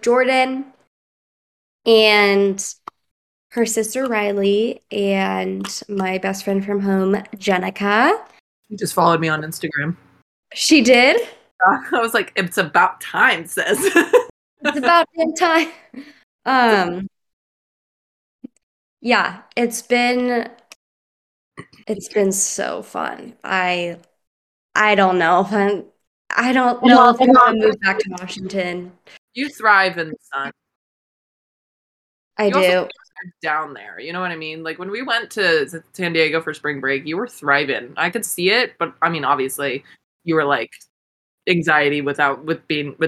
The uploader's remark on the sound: Dealing with the technical difficulties that come with long distance teamwork.